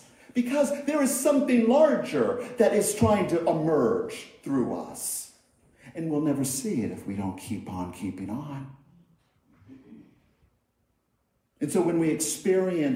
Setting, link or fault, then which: setting, large echoing room